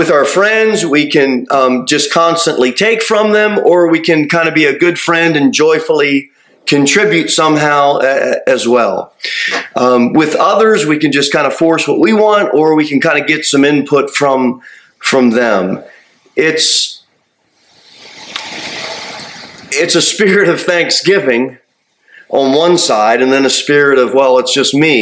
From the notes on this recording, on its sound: Sermon delivered at Pilgrim Baptist Church on Thursday, November 9, 2023, at 6-15 pm. Jere Whitson Rd. Cookeville, TN 38501.